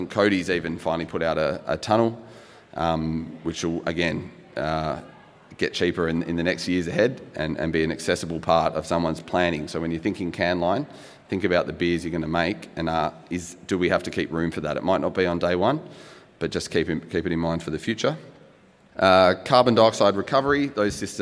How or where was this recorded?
busy venue